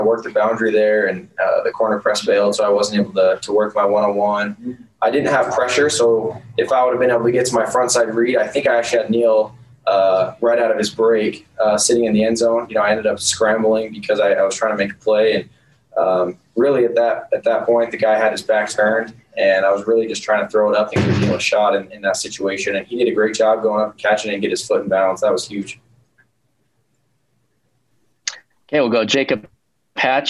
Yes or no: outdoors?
no